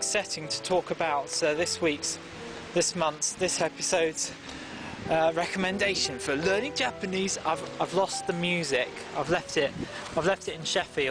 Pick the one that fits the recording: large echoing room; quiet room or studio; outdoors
outdoors